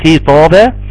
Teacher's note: الخاء مكسوره وتكون في اقل درجات الترقيق فتكون ايه خطابا.